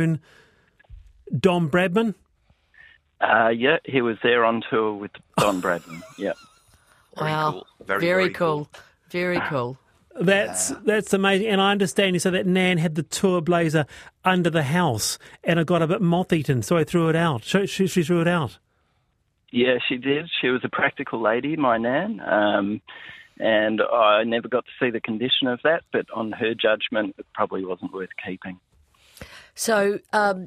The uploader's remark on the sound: we listeners call in for show and tell